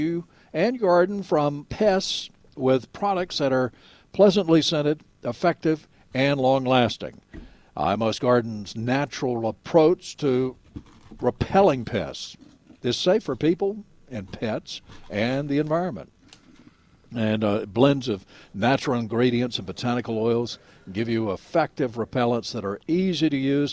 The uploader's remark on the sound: broadcasting live from Bell’s Carpet & Floors.